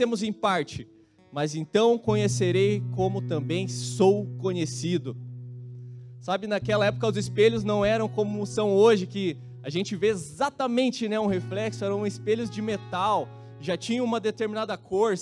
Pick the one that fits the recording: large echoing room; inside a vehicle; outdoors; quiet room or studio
large echoing room